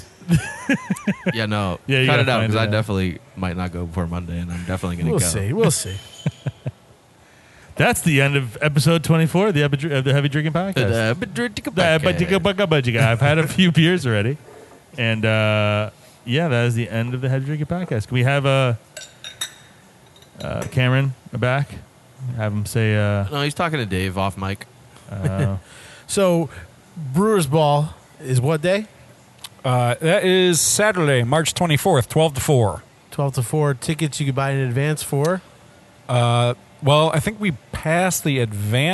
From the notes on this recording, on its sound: We are on location at Bad Sons Beer Co this week